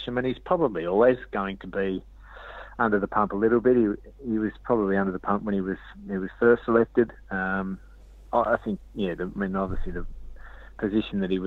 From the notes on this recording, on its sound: Is on the phone from Tasmania. Calls from a Birmingham pub.